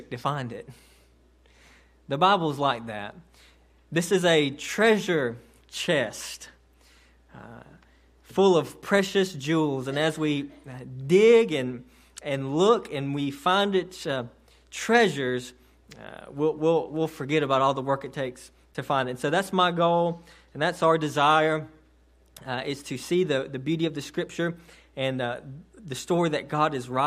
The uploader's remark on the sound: this sermon delivered to Cottondale Baptist Church in Eastman, GA on 9/23/18 during the 11am service